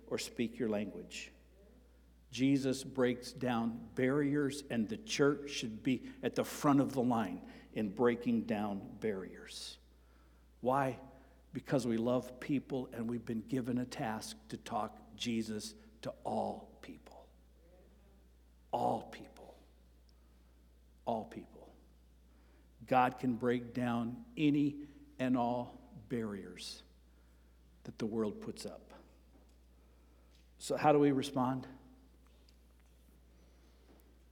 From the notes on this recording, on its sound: Sermon preached on October 1 at Avondale Baptist Church